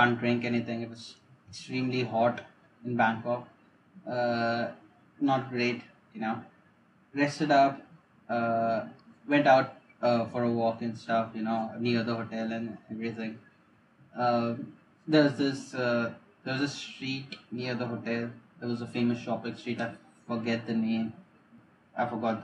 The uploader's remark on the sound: Ignore the bad audio.